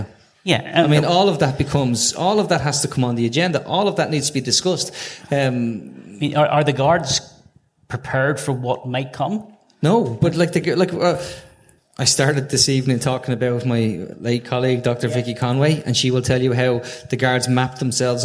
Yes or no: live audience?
yes